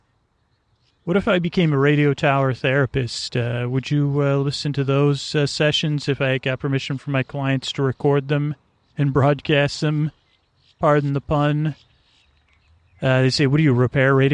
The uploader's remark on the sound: This one is on location at Stow Lake in Golden Gate Park.